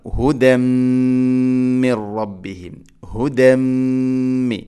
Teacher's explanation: തൻവീനിനെ മീമിലേക്ക് ഇദ്ഗാം ചെയ്യണം, മിക്സ് ചെയ്യണം, കൂട്ടിലയിപ്പിച്ച് മണിച്ചുകൊണ്ട് ഉച്ചരിക്കണം. ഹുദമ്മിർ റബ്ബിഹിം, ഹുദമ്മി ഇങ്ങനെ മണിക്കണം. · Term: ഇദ്ഗാം ബിഗുന്ന